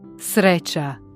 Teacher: C-Akzent klingt weich, ähnlich wie das TCH in Brötchen.